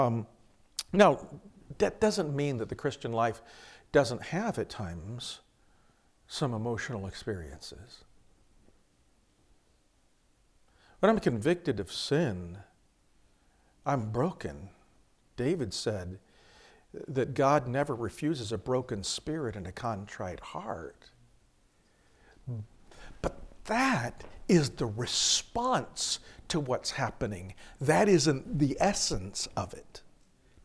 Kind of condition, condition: setting, large echoing room